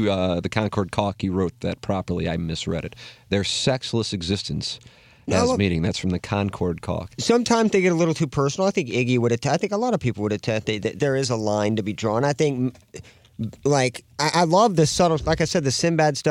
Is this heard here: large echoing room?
no